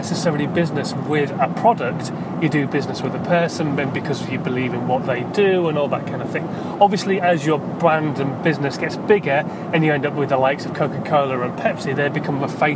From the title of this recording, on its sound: In My Car